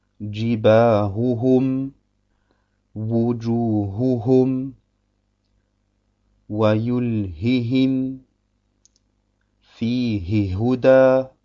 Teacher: Es sei jetzt noch schließlich darauf hingewiesen beim Buchstaben H, dass wenn zwei Hs hintereinander vorkommen, dass man beide sehr deutlich aussprechen muss